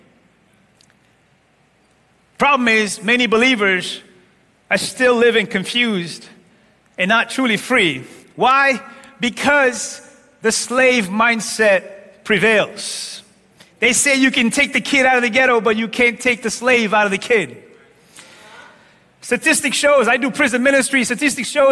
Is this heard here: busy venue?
no